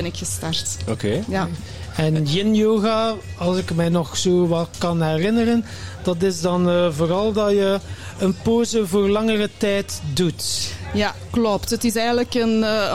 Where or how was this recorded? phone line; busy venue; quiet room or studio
busy venue